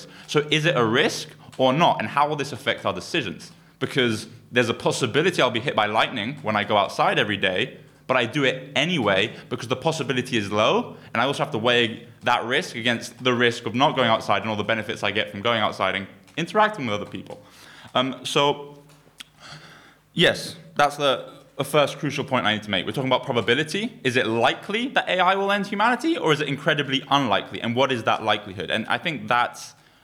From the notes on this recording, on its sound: The University of Stirling Debating Society host in association with the University of Stirling Computing Club a live public debate. Live audio and recording from the University of Stirling Podcasting Society.